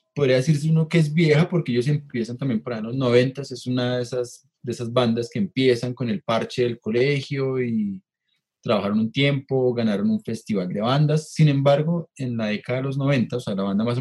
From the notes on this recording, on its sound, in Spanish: Episodio grabado el 10 de Julio de 2020 en línea, desde Bogotá - Colombia